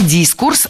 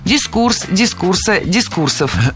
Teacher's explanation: Не дискурс, а дискурс. Ударение в этом слове всегда ставим на второй слог. И при склонении ударение не меняем. · Shown in: second take · Дискурс, дискурса, дискурсов.